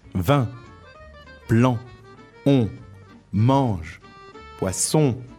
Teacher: In this dialogue, we have a lot of nasal vowels.